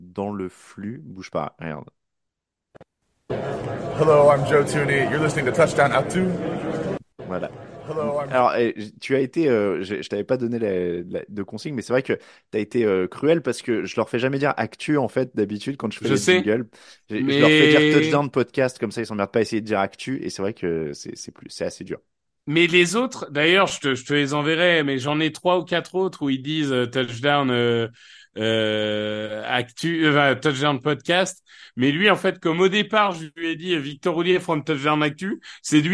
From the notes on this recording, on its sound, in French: Live à Vegas.